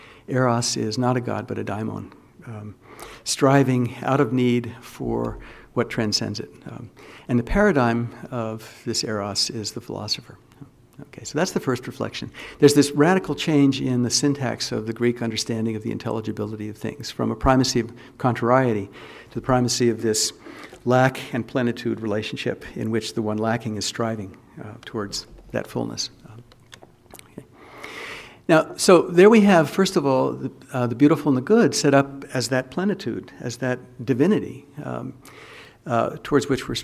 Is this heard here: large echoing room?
yes